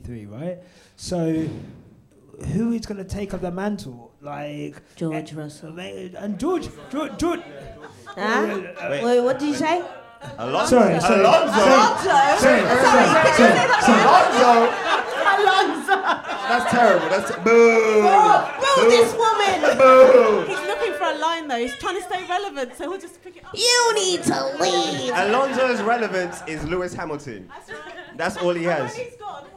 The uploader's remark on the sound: This episode was recorded LIVE at our #QuickStopLive event. After watching the Hungarian GP together.